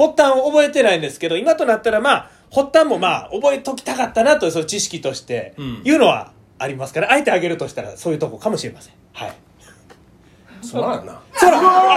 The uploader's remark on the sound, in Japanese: 公開収録！